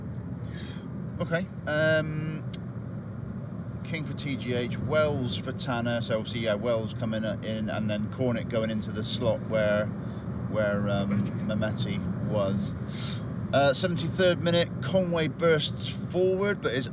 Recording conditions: inside a vehicle